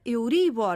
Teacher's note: pronúncia correta, Euribor, tónica no I